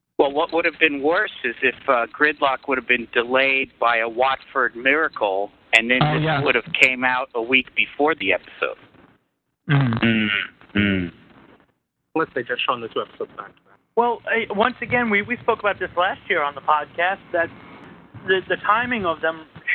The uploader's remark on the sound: With live listener feedback. Recorded live on the net via TalkShoe.